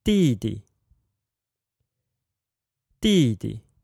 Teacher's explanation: the second character carries a neutral tone